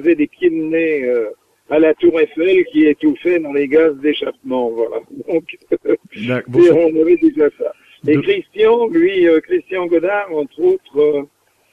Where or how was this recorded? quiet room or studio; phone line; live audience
phone line